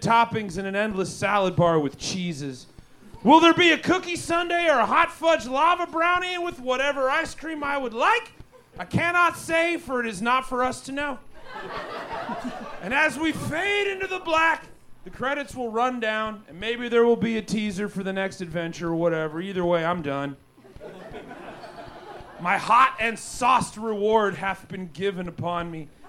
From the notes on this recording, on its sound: Recorded LIVE on December 16th 2023 and May 26th 2016 for The Paper Machete LIVE at Chicago’s Historic Green Mill Lounge.